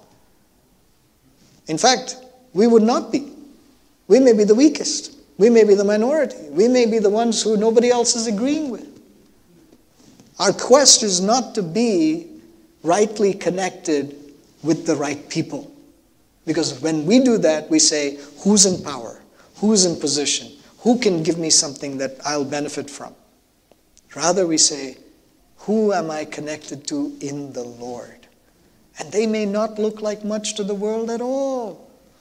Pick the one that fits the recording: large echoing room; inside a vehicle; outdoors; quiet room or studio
large echoing room